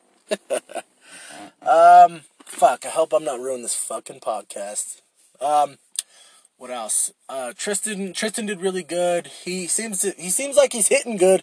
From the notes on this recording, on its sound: I record in my shitty Lexus.